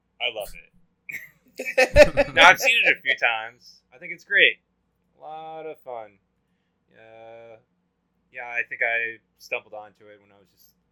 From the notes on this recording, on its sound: Quick warning: the audio isn't up to standard but I tried to make it work as much as I could.